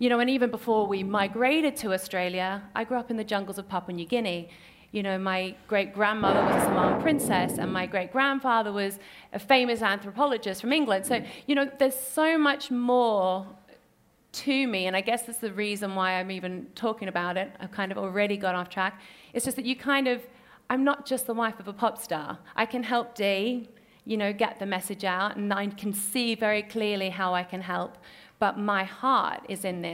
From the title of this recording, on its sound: recorded at Selfridges